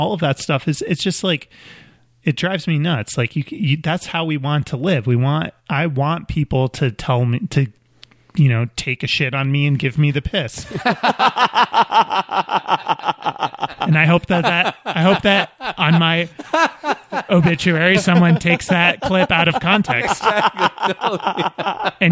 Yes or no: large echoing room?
no